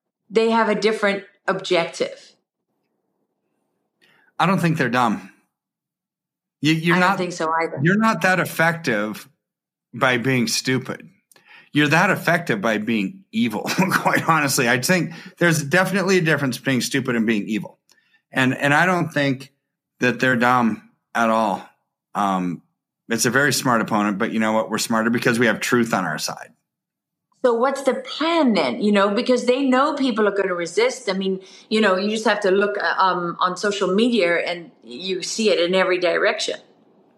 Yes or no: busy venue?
no